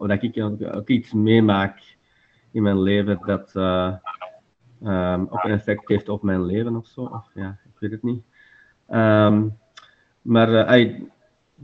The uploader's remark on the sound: Zoom-call discussie audio plus meditatie music - zoom call discussion plus meditation music.